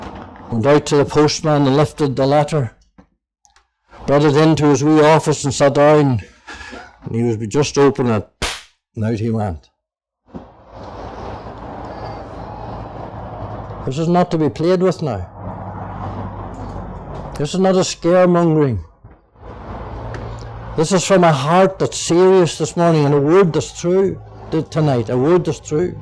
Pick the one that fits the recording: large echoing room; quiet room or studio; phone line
large echoing room